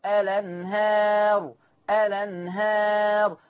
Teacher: هننقل فتحة الهمزة إلى اللام · Term: النقل